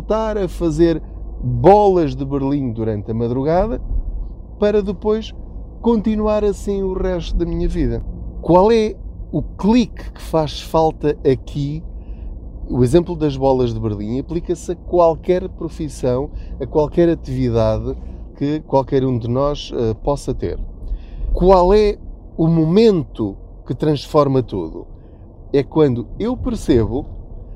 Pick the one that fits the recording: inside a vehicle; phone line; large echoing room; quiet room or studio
inside a vehicle